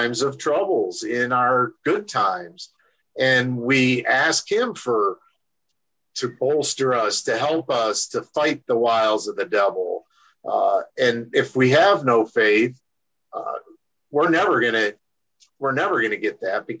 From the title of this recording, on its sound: Oceanside Zoom Class